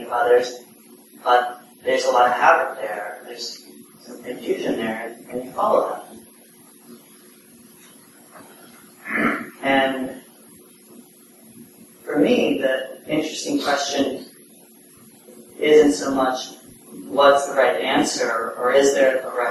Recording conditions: poor sound quality